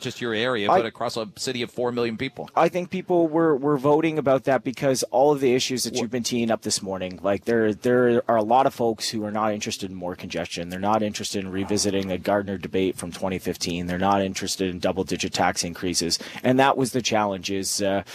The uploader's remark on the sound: On location at Toronto City Hall